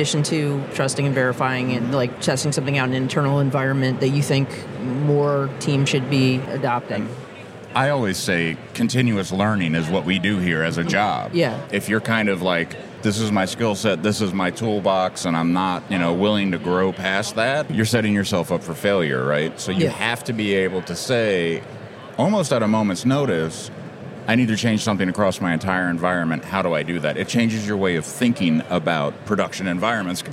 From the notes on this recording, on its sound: On the Road episode of The New Stack Makers podcast. Was recorded at KubeCon + CloudNativeCon North America here in the Motor City.